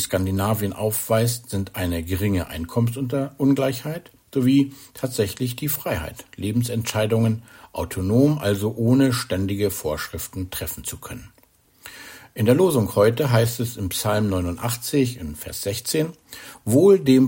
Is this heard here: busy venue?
no